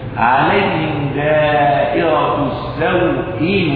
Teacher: فإذا قلت فليعبدوا رب هذا البيت الذي، فإن حرف اللين الياء هنا مقصور ليس بممدود، وكذلك عليهم دائرة السوء الواو مقصورة والياء مقصورة لأنهما في الوصل يقصران